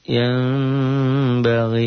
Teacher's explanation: Bunyi M tapi samar. Itulah I, ikhlab.